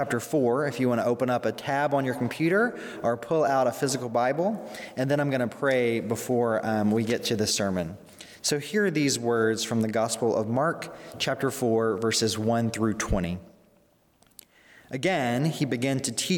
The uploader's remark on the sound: during the Sunday November 22, 2020 service, at First Presbyterian Church of Arlington Heights, Illinois